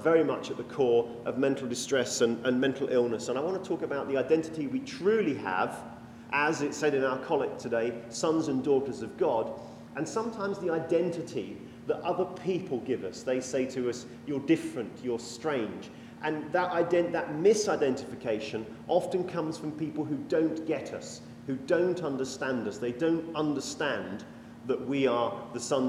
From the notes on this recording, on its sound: This sermon was preached when we were invited to speak at a 'mental health sunday' at a fairly traditional anglican church in yorkshire.